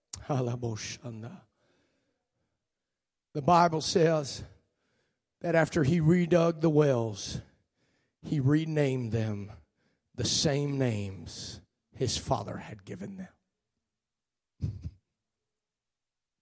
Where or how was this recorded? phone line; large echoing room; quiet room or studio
large echoing room